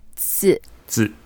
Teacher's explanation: here we pronounce it a bit light, like a neutral tone, but originally this is a fourth tone